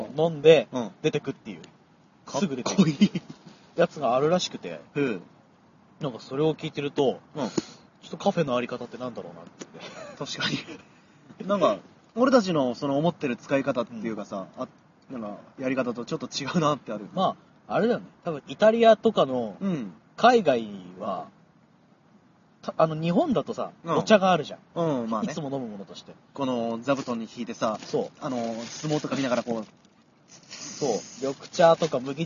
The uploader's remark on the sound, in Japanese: なお、今回、収録現場に強風が吹き荒れていたため、風の音が入っていることがあります。